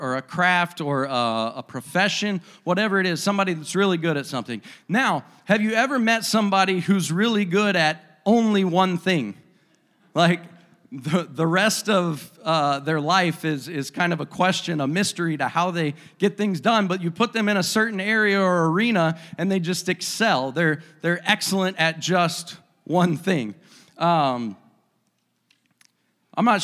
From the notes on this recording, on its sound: a service recording from Connect Point UPC